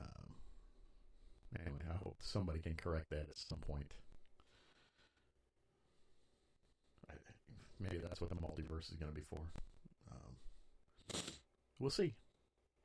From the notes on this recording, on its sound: Sorry about the bad audio, still working on it.